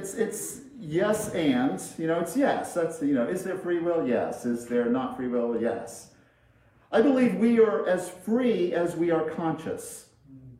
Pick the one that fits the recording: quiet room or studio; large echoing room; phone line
large echoing room